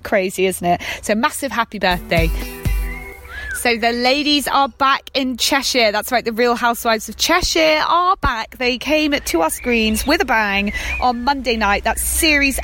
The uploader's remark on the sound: I actually recorded this episode outside so you may hear a little blackbird putting in his two pennies worth!